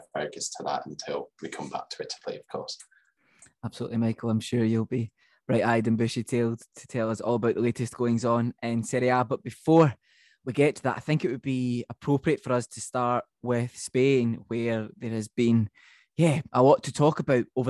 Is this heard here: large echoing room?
no